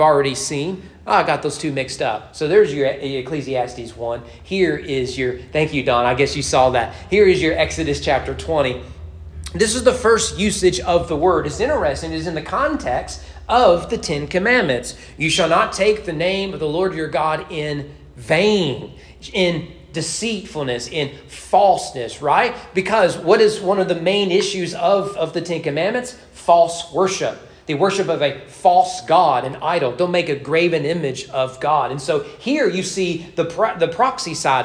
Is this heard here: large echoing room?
yes